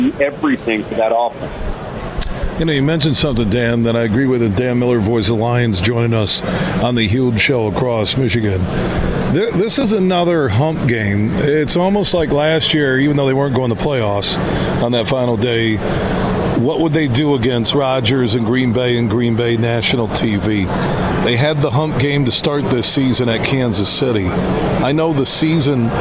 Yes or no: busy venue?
yes